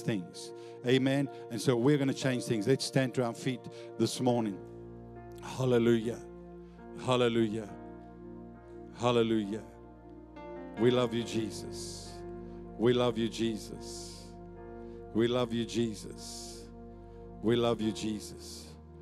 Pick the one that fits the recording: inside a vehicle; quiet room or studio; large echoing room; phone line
large echoing room